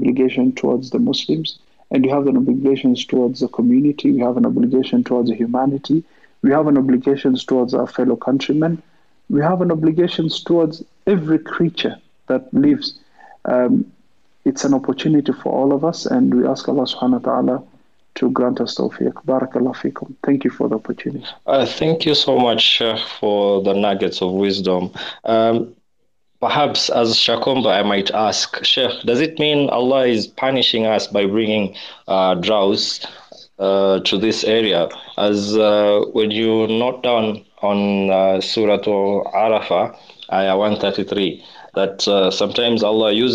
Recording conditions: video call